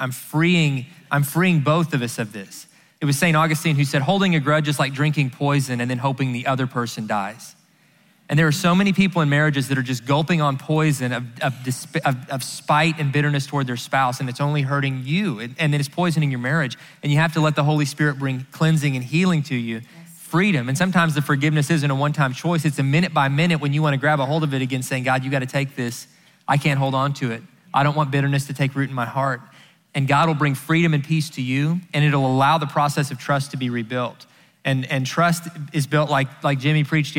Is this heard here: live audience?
yes